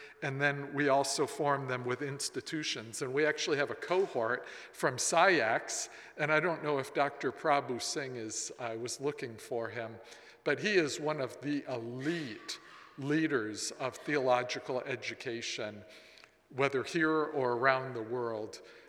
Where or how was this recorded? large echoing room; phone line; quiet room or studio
large echoing room